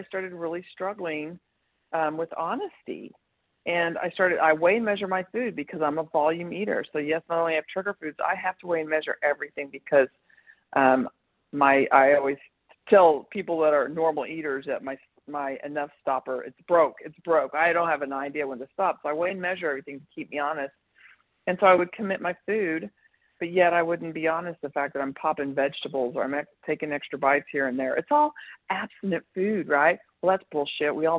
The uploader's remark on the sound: 100 Pounders Phone Meeting